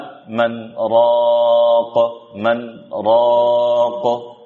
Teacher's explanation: dia membacanya dengan tidak mengidghamkan nun kepada ra, sehingga dibaca man raq · Term: saktah